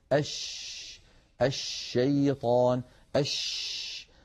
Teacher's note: أما الصفات التي لا ضد لها فقد اتصفت الشين بواحدة منها، وهي صفة التفشي، صفة التفشي، وكنا قد شرحناها في درس خاص. ونقول التفشي هو انتشار صوت الشين من مخرجه، يعني من وسط اللسان، حتى يصطدم الصوت الخارج بالصفحة الداخلية للأسنان العليا. أش لما نقول أش يبدأ صوت الشين من مخرجه، يعني من وسط اللسان، ثم يتابع الصوت خروجه فيصطدم بالصفحة الداخلية للأسنان العليا، فينشأ عن هذا العمل كله انتشار لصوت الشين في أرجاء الفم ويتابع خروجه خارج الفم.